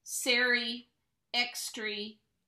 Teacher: Quite often, if there is a word that ends in ah, like Sarah, Ozark English puts a Y on it